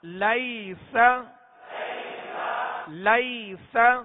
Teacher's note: لام یا زبر لئی سین زبر س لیس لیس. یہاں یا لین ہے، اسے نرمی کے ساتھ بغیر کھینچے بغیر جھٹکا دیے معروف پڑھیں گے